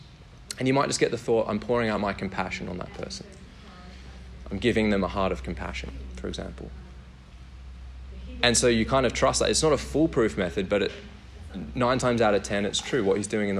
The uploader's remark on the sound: workshop given at Vineyard Australia National Conference in Caloundra